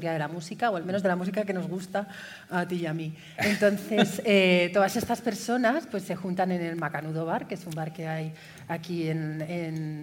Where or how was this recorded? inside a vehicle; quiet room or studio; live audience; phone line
live audience